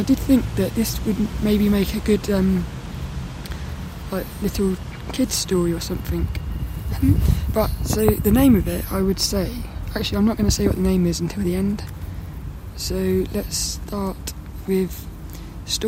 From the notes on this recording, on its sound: This one was recorded down the park.